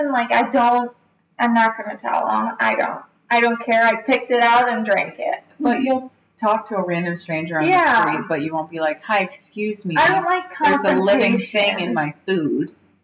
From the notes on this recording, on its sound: Our apologies for the audio quality…but never the vibe! We’re so used to long distance, we were too busy being excited to be in the same room to notice!